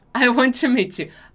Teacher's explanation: Então a gente pronuncia bastante o T, um som de tch.